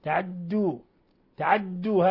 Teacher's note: اختلاس فتحة العين مع تشديد الدال وهو الإتيان بالفتحة ناقصة غير تامة، يعني بدل أن يقول تعدوا، تعدوا كما هو مذهب ورش، يعني يأتي بها مختزلة مختلسة، تعدوا تعدوا هكذا يخطفها يثبت ثلثي الفتحة.